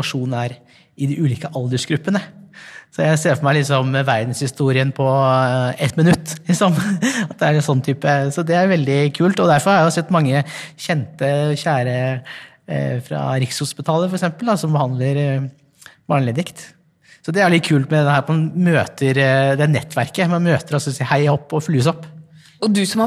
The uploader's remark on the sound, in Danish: Sender live fra EULAR-kongressen i Milano – verdens største kongress innen revmatologi. Over 12 000 forskere, klinikere, frivillige organisasjoner og pasienter samlet på et sted.